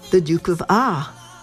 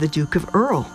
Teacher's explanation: Because in British English, the R's are not strong, and then the RL combination in his home language, that's just not there. · Shown in: first take